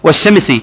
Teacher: لان فيها ادغام، ادغمت اللام في الشين · Term: اللام الشمسية